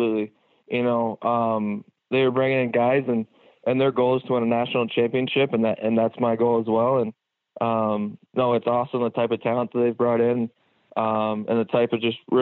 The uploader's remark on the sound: calls in on the Modern Woodmen phone line (21:19)